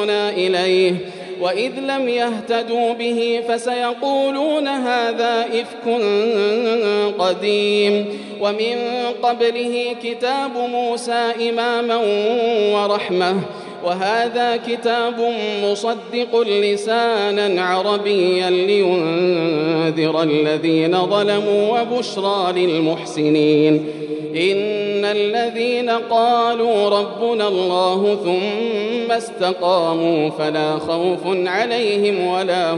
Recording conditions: large echoing room